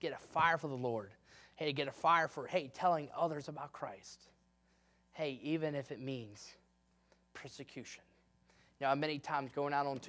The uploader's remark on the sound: in the Sunday Evening Service on December 18, 2022, at Victory Baptist Church in Boonsboro, Maryland.